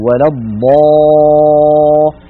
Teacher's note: الألف تبعت الضاد في التفخيم